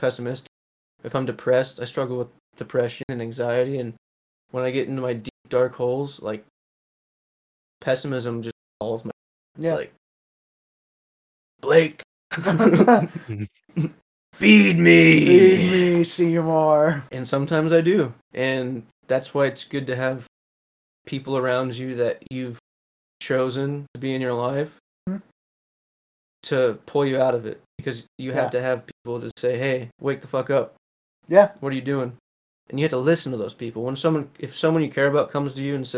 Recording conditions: drop-outs